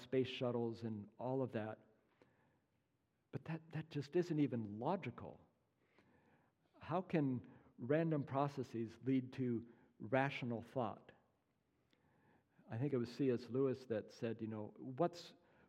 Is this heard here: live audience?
yes